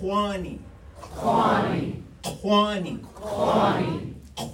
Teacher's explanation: It's like a K, but you make it in the back of your throat. · Term: back sound